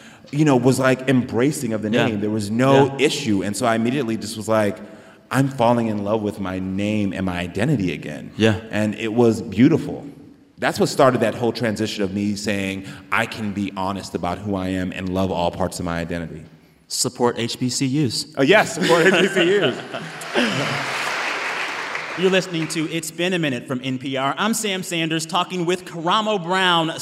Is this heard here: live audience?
yes